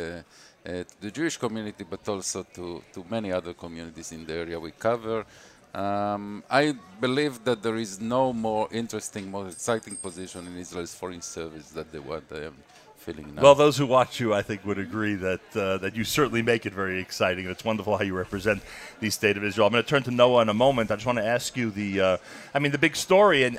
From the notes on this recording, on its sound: NSN Live From the NBN Mega Event in NYC.